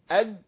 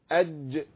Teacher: الجيم دي بيحصل فيها ايه؟ بيحصل فيها التصاق جامد قوي، محتاج ان انا افكه · Shown in: second take · فاقول ايه جا، اه قول كده اد وما تعملش قلقله، لا يمكن، هتلاقي لسانك لزق خالص، اد مش هيمشي، لازم تعمل ايه؟ · Term: القلقله